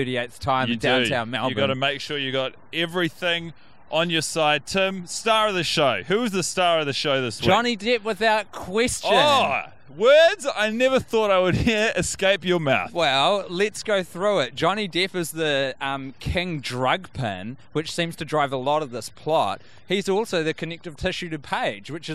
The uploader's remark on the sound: The boiz are together in the city of Melbourne, Australia watching WE ARE YOUR FRIENDS in a hotel room. Taking their microphones to the streets have left some audio quality lacking. The pair are being interrupted by fellow street walkers in the great city.